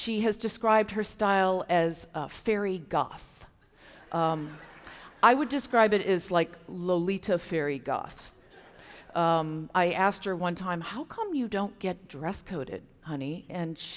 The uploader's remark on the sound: This episode, recorded live at Florida Theatre, showcases storytellers from diverse backgrounds, each sharing their transformative experiences.